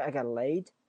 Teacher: 那个 laid 那个位置语调上扬